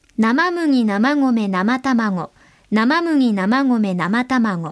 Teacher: この中で生卵のたの字だけが鼻へ抜かないんですよ。あとは全部鼻へ抜いてます。 · Term: 鼻へ抜く音